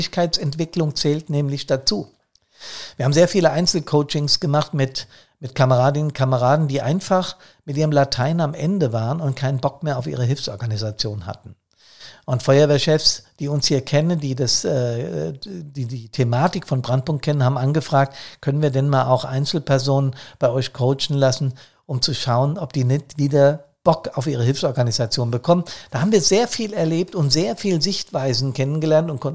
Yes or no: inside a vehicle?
no